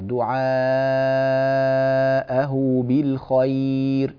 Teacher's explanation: طبعا أنا مقدر مسألة يعني الاتصال المباشر، وأن الإنسان يحتاج إلى أن يكون أكثر دربة وتمرينا، فحاول أن يعني تتنبه لمسألة المد. المد الطويل ست حركات لابد أن تأتي به طويلا